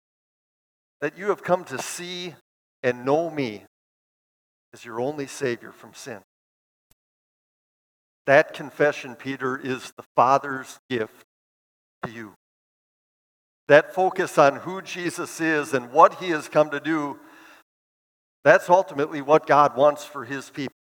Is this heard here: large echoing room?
yes